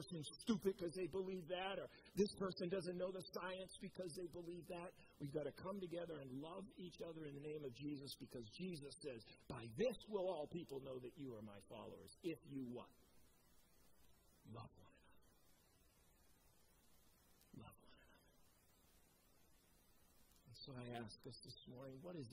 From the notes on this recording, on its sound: Preached at COMMUNITY Covenant church on 8/1/21